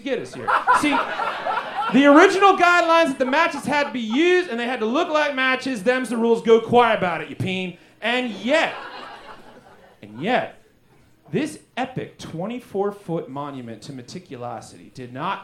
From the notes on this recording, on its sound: Recorded LIVE at Chicago’s Historic Green Mill Lounge. For The Paper Machete .